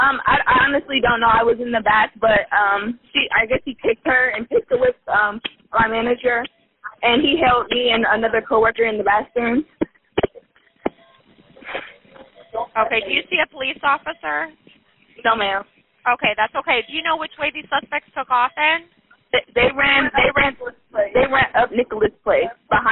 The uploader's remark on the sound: This is one of the many 911 calls that came to dispatchers during a spree of armed robberies at gas stations and convenience stores in Canton.